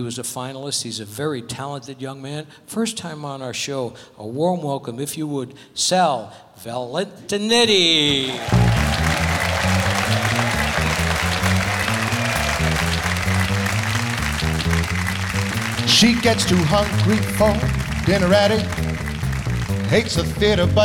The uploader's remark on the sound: Live at the SouthPoint Casino